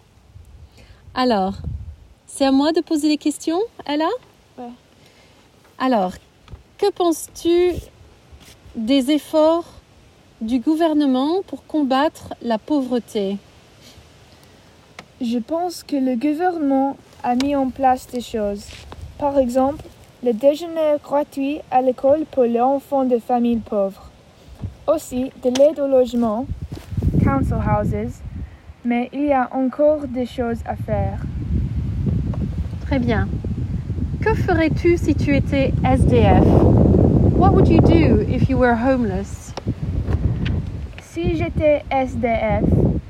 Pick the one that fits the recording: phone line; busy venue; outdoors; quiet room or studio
outdoors